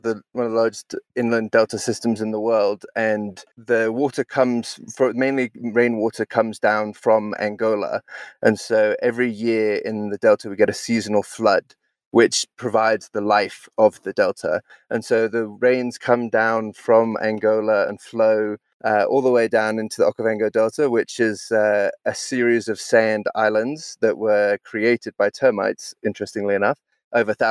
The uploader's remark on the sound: Either way I had the honor of speaking to him live from his dad's car!